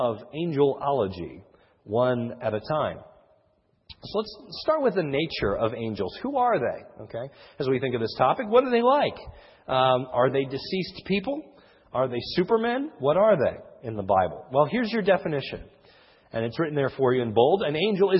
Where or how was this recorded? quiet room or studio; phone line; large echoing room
large echoing room